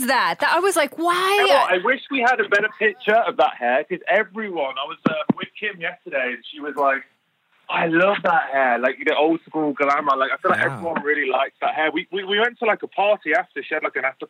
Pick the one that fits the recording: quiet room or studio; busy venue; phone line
phone line